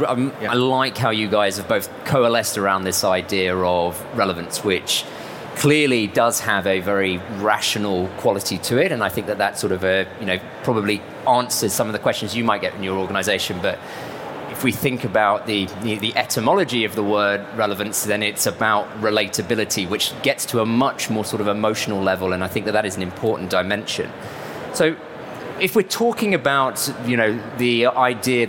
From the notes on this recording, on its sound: We brought the podcast to you LIVE from the B2B Marketing Expo at the ExCeL London! Thank you to everyone who attended the session!